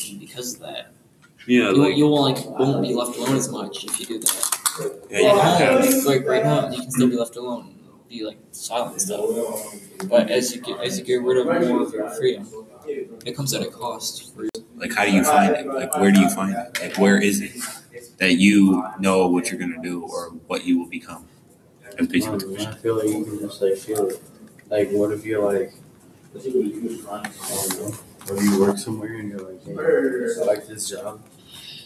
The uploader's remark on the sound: The audio is not the best we tried though.